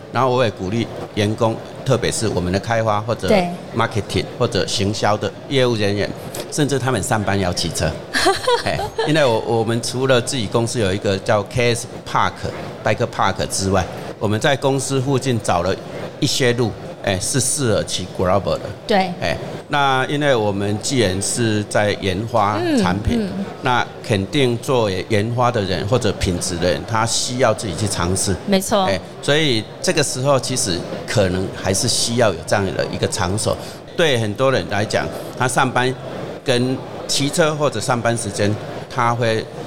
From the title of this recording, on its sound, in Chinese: 2022 Taipei Cycle台北國際自行車展-Live Podcast